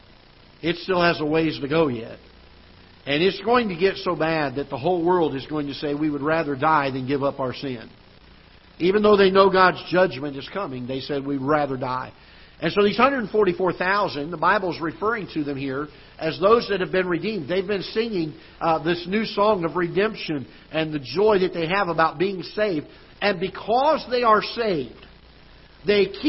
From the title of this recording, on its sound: Ketha Heights Baptist Church ~ Live Broadcast